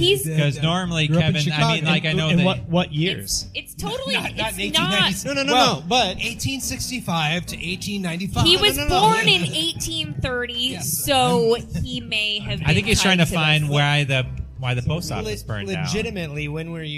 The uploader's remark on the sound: Live Brewery Show. Live from Franklin Street Brewing Company.